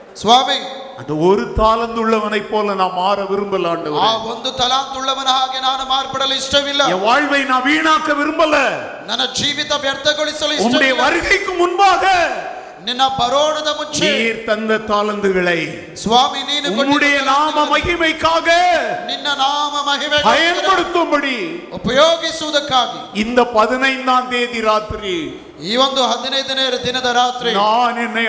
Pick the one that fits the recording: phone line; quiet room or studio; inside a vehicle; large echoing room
large echoing room